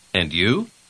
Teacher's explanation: Вы заметили, как звук «д» в конце первого слова соединяется с «й» в начале второго? Так часто бывает при быстром темпе речи.